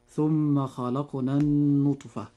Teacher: كلمة النطفة نجد أن حرف النون في هذه الكلمة عليه شدة وضمة، وهذا الحرف المشدد أي النون يجب إظهار غنه بمقدار حركتين · Term: حرف غنة مشدد